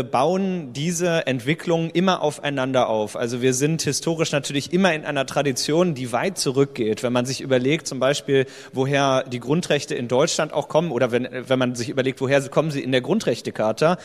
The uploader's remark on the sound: The opening panel at #DigitalCharta Con will present the initiative and bring together the authors and critics of the Charter. Together with the re:publica audience.